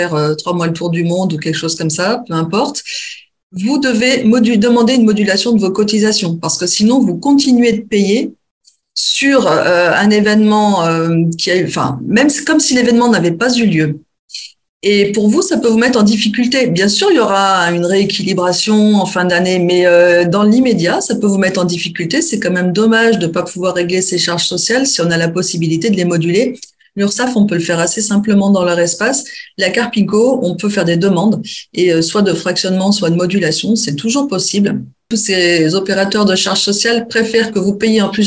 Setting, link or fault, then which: link, video call